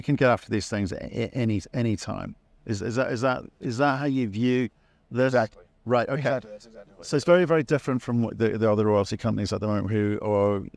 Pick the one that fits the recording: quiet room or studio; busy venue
busy venue